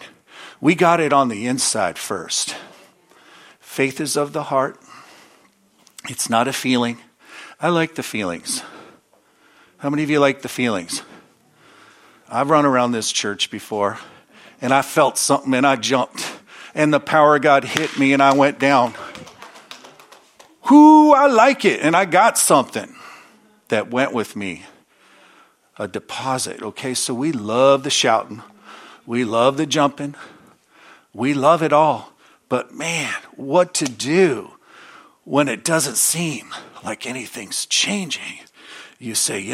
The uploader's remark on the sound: From the Wednesday service on May 10, 2023 at Harvest Bible Church in Stockton, CA.